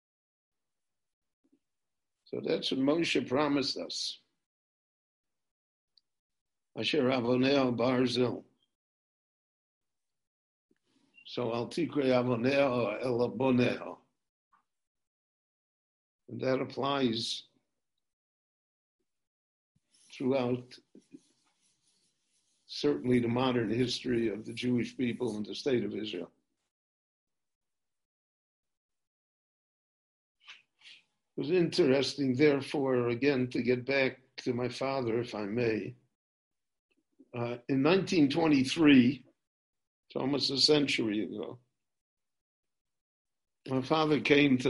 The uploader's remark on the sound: This lecture on Parshat Ekev was recorded LIVE via Zoom in Jerusalem.